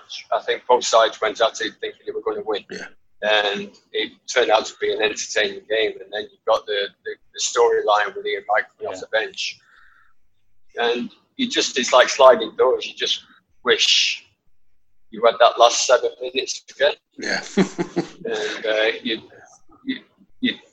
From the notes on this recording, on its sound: Apologies the audio isn't amazing, the perils of Zoom!